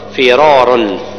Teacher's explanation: الأصل لو نطبق عليها القاعدة النيني فرارا فرارا، ولكن هنا الراء الأولى تفخم لما فخم الثانية، فيسمى التفخيم من أجل التفخيم